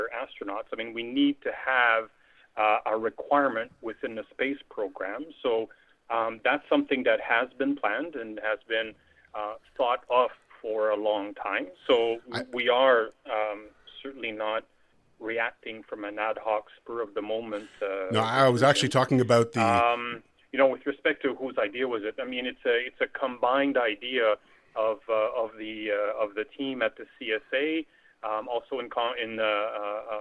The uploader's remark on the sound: via telephone